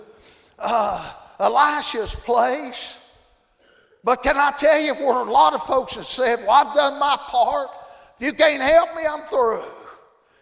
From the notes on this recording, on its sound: Thursday Evening service at Calvary Baptist